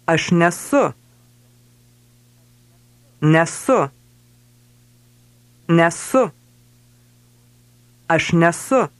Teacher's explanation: Note how ne and esu run into each other to become nesu.